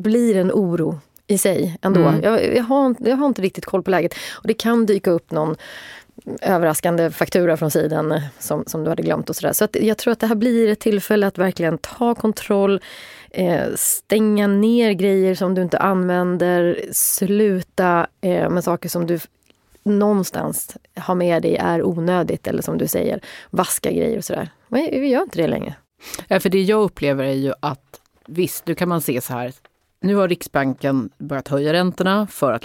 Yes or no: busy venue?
no